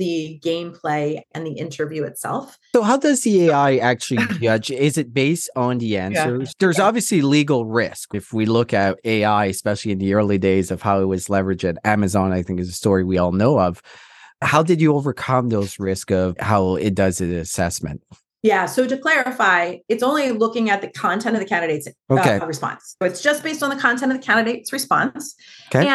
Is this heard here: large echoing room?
no